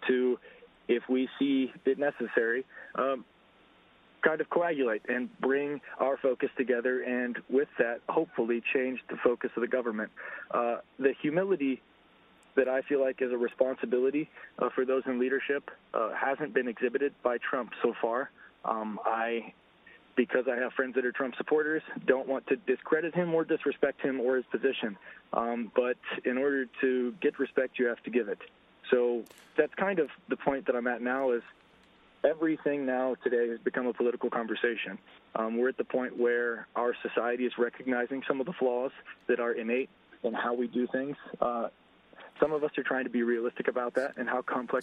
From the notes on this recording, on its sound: we invite listeners from all over to call